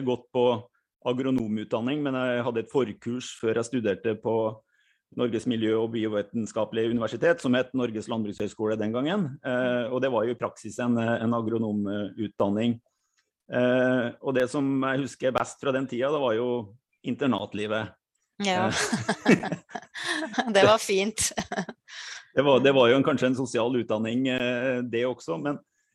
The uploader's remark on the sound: Live Zoom. I denne live-sendingen.